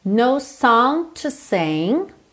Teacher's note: Essas palavras que terminam em NG que não são aquela terminação ing, você pode pronunciar o g mais ou menos, mas normalmente não há ali uma preocupação em fazer esse g aparecer demais.